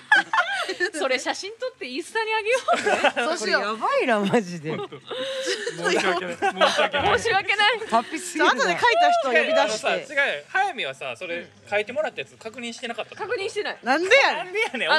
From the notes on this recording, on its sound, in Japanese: ヨルガオ。 のお客さんも巻き込む大盛り上がりの公開収録。周年のお祝いに飲みに来ているお客さんから生のお題をその場でいただくという公開収録ならではのスタイル。